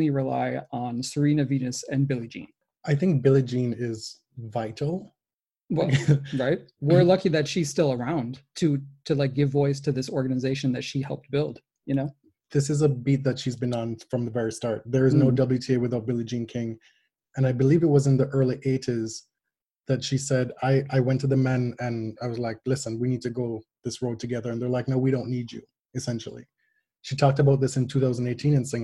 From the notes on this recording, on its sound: This week, we attempted our very first live show on Zoom. Contributed to the live chat, and submitted questions.